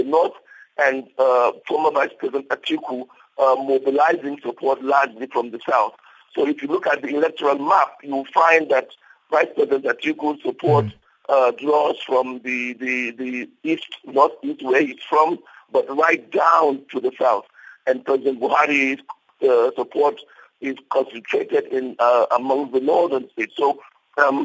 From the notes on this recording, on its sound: we are joined on the line